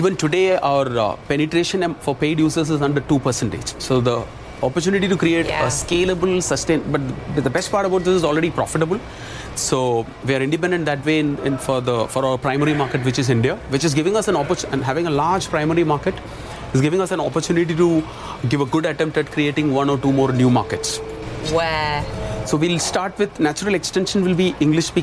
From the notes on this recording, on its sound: live from the New York Stock Exchange